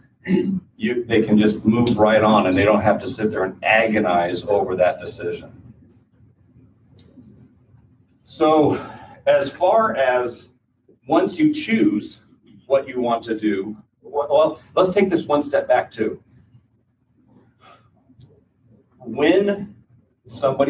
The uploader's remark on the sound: This podcast features a recording from a seminar. Answers questions from the audience in this recording.